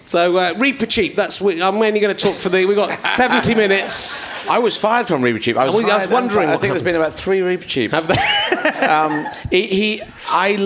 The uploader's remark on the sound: Leicester Square Theatre Podcast